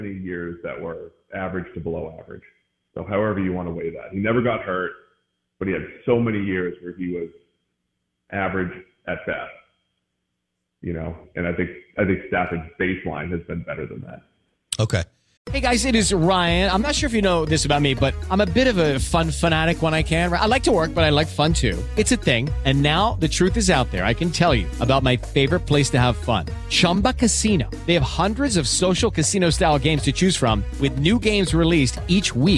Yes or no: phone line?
yes